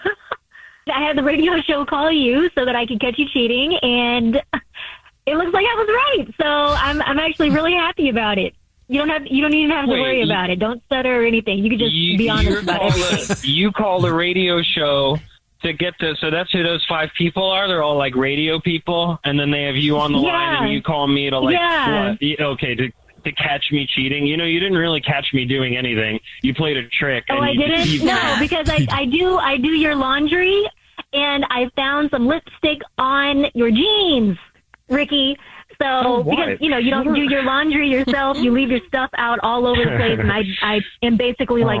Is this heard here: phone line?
yes